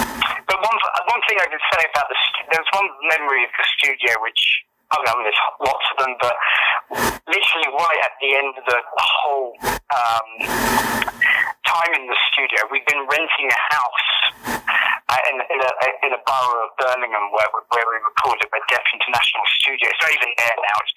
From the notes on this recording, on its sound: by phone